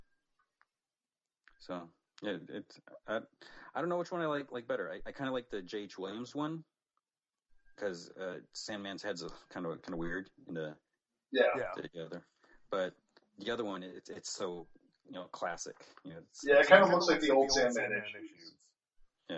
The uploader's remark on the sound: Just a warning, there are some technical issues with this podcast.